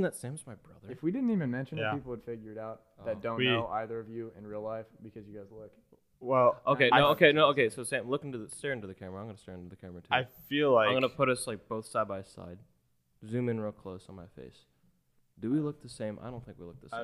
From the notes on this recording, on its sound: AUDIO LEVEL LOW